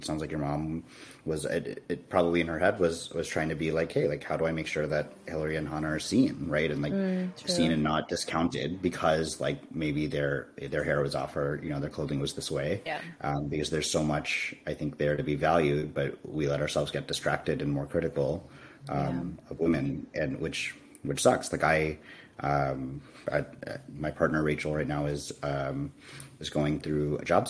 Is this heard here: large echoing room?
no